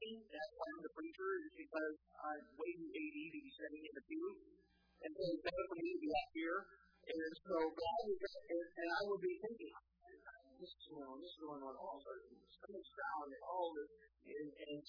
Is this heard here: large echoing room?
yes